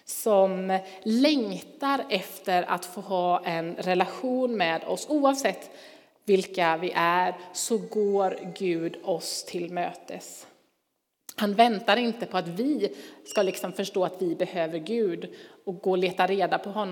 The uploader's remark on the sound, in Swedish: Inspelning från Immanuelskyrkan Skövde.